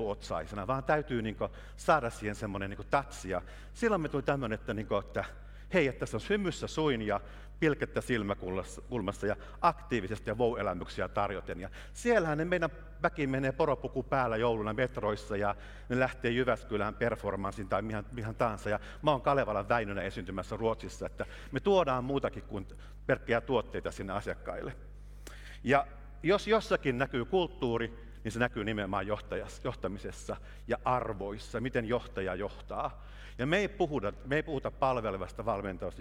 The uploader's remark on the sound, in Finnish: lavalla Work goes happy Helsinki -tapahtumassa Helsingin Oopperatalolla 26.3.2019.